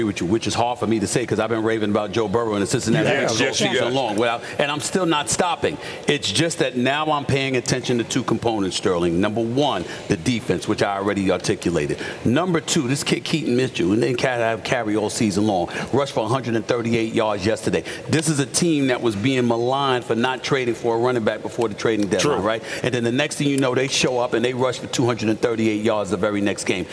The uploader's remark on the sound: Live from Savannah State University!